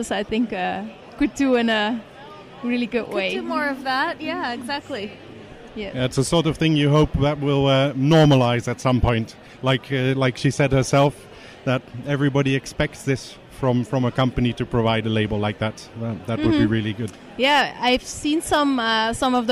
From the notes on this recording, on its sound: Relive the Toronto Global Service Design Conferent. We walked around with our microphones again and bumped into many interesting designers from all over the world.